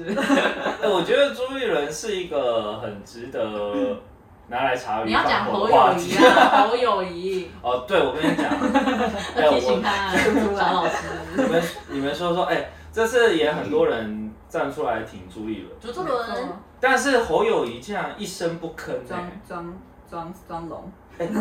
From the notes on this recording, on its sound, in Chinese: 水逆發威，錄音音檔讀不出來，只能用手機錄音來汙染大家耳朵。